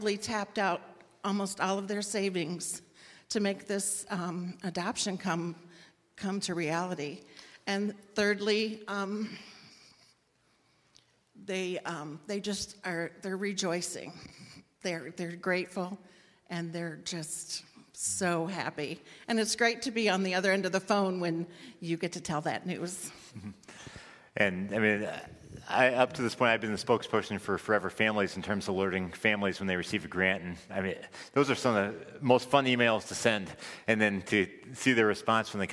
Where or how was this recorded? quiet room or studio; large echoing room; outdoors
large echoing room